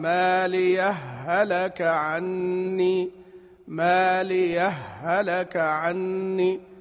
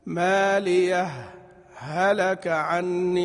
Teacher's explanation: يجوز لي أن أسكت سكتة يسيرة، يعني أظهر الهاءين · Shown in: second take